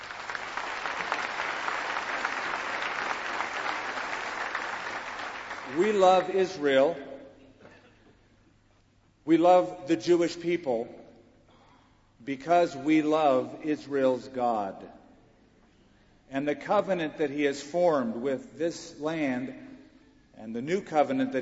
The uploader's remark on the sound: This message is a video of the teaching. Taught in Israel at the Epicenter Prophecy Conference on April 10, 2008.